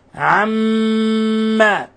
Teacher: وكذلك جاء في لفظ عما مين مشددة فتعطى غنة مقدارها حركتين، عما. ونلاحظ، لاحظوا كيف نطبق الشفتين، عما، لتتحقق الغنة من الخيشوم، وبدون إطباق الشفتين يصعب تحقيق الغنة من الخيشوم.